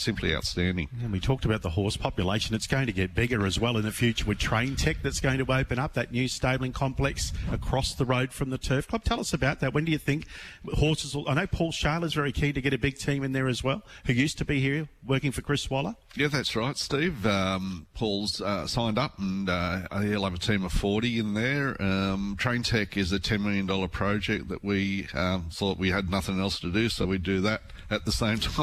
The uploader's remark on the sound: broadcasting live from the Gold Coast Turf Club